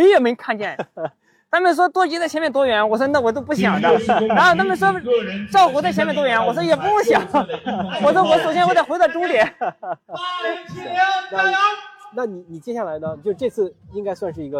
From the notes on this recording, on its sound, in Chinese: 这次我们来到凯乐石莫干山跑山赛的赛后现场，跟几位领奖台的精英跑者们聊聊。